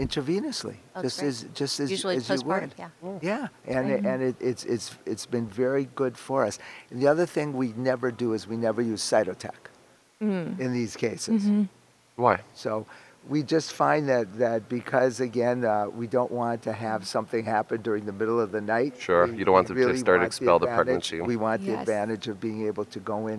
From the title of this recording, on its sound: Live from ASRM 2023